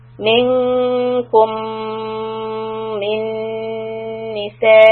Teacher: hold the meem shadda, noon shadda two counts and the hamza should be clear.